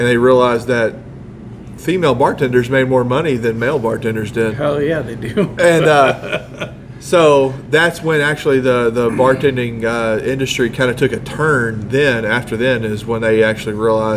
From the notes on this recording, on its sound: This week we are LIVE from Gusano's Pizza